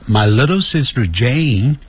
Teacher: 因为有一个 r，所以姐妹这个字啊结尾有一个 r，所以叫卷舌的